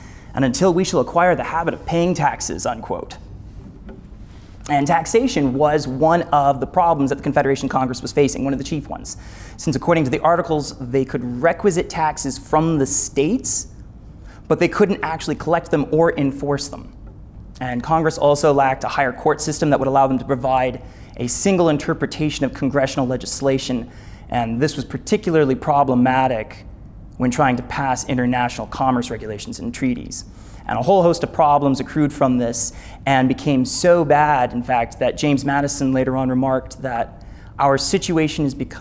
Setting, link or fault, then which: setting, live audience